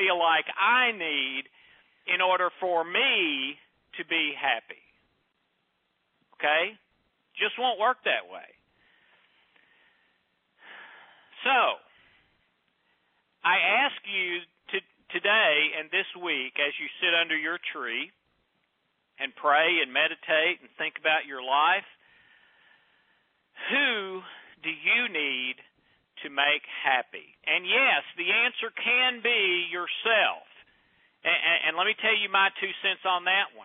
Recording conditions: phone line